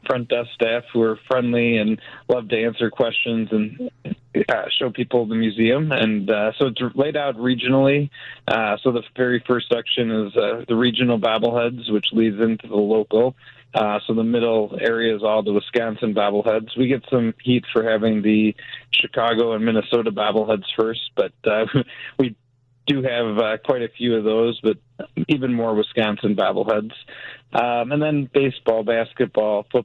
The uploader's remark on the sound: joins the conversation over the phone